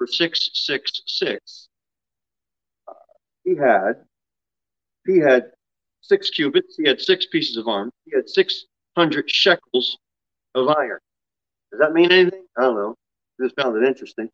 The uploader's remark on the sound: Sermon delivered at Pilgrim Baptist Church. Jere Whitson Rd. Pilgrim Baptist Church is a bible-believing, independent Baptist church.